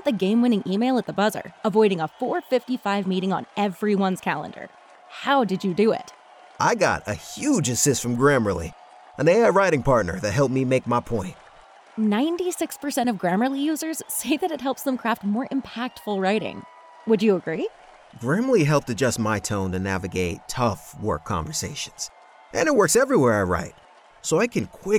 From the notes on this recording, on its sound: Live! from Raptors/Sixers. Chat in-person after the Raptors' 113-102 win over Philly on Wednesday night.